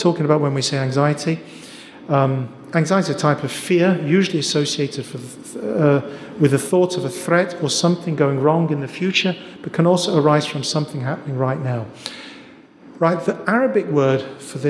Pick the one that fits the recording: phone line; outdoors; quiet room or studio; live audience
live audience